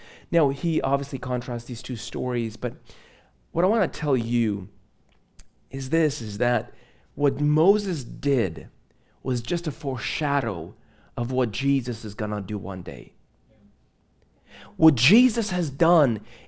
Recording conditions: large echoing room